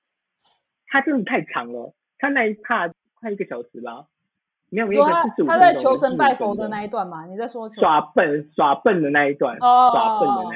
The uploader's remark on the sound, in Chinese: 首次搭檔錄音。第一次錄影，音質不好，請見諒！